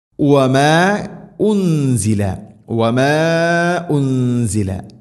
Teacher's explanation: വമാ ഉൻസില, വമാ ഉൻസില മദ്ദ് മുൻഫസിൽ, മദ്ദിൻ്റെ അക്ഷരമായ അലിഫിന് ശേഷം ഹംസ അടുത്ത പദത്തിലാണ്, നാലോ അഞ്ചോ ഹർക്കത്തിൻ്റെ ഖദറിൽ നീട്ടാവുന്ന മദ്ദ്. അതുപോലെ തന്നെ ഉൻസില നൂനിനെ അവ്യക്തമാക്കി മണിക്കണം.